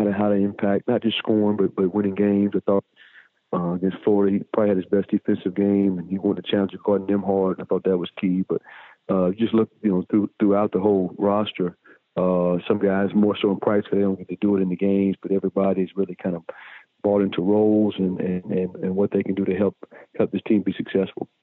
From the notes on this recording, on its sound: joins on the Modern Woodmen phone line